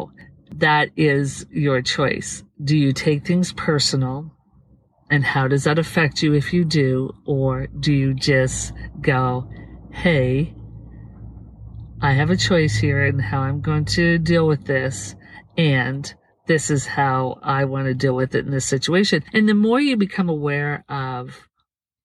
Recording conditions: inside a vehicle